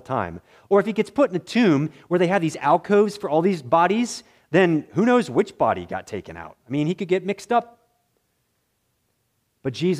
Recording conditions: large echoing room